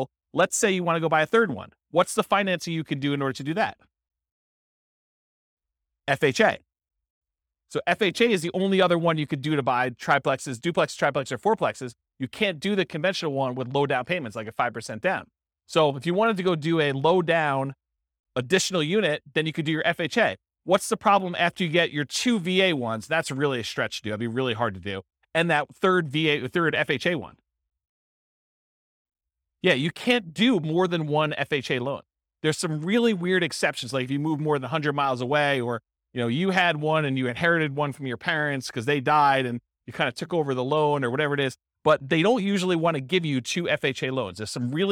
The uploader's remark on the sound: This was a live class recorded